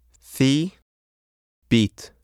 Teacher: This Y sound in the English words occurs as a result of the movement of the tongue and lips in an off glide from the vowel.